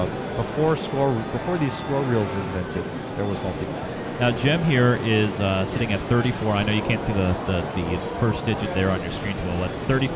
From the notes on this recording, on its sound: Round 6 – 2012 PAPA Circuit Final. Live from PAPA Headquarters in Scott Township, PA.